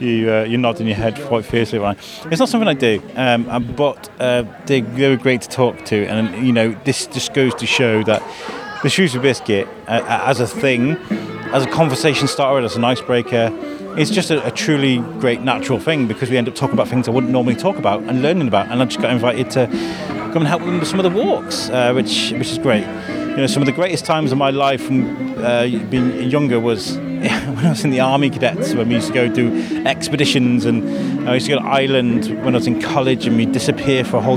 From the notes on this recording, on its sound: Situated at the opening event of the Belle Vue Art Festival's opening event "Lets Celebrate" on the riverside in between Greyfriars Bridge and Stop Café. The community had come out to listen to live music, ride on the Rickshaws and learn about what is coming over the next few weeks with the festival.